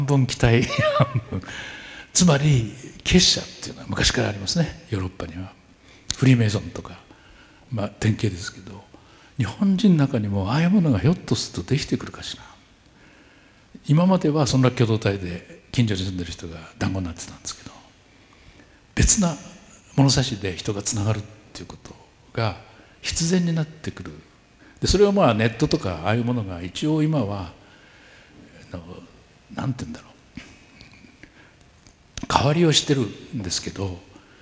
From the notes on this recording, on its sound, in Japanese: 大学生と真剣に向き合い、直接議論を交わしながら行う１回限りの公開授業。TOKYO FM ホールで行なわれた。